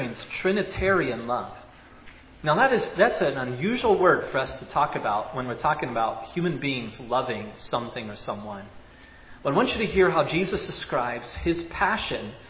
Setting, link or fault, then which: setting, large echoing room